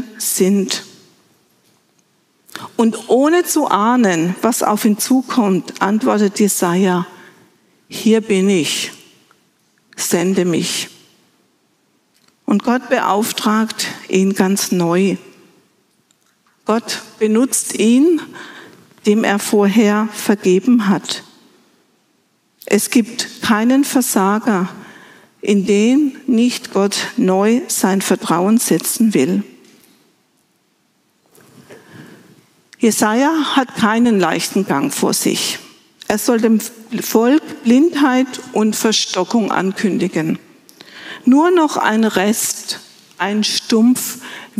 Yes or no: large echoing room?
yes